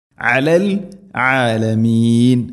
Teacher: ആയിനിൻ്റെ ഉച്ചാരണം തൊണ്ടയുടെ മധ്യഭാഗം ശ്രദ്ധിക്കണം